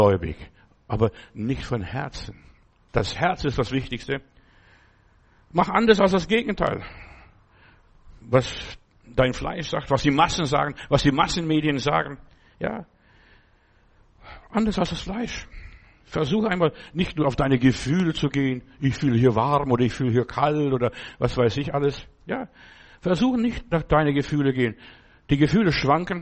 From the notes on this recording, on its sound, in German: im Gemeinde-Zentrum in Berlin aufgenommen